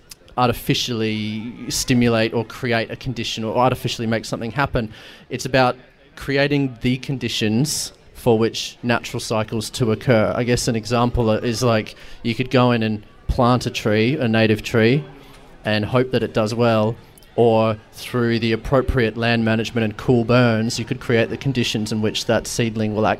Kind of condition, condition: setting, busy venue